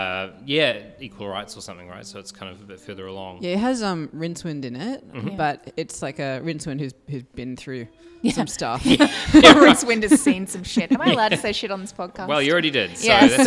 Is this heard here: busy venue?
yes